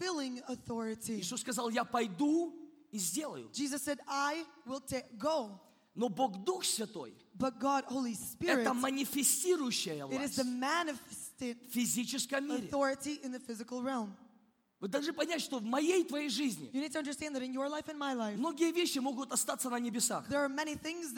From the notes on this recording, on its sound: This program was recorded during Kingdom Domain 2018: Kingdom of God Coming in Power.